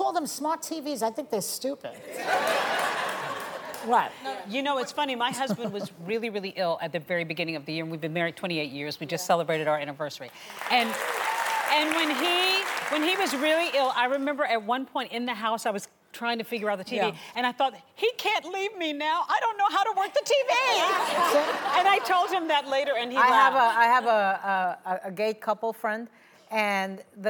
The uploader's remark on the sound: The Co-Hosts Answer Studio Audience Questions!